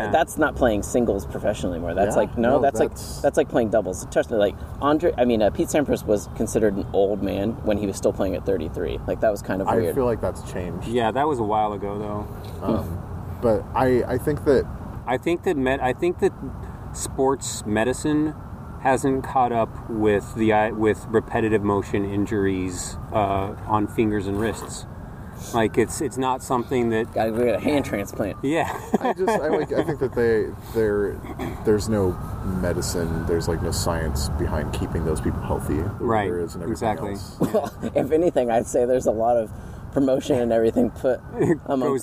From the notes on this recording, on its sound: This week started as a dinercast and turned into an odyssey of outdoor noises, construction, parks, poop, cars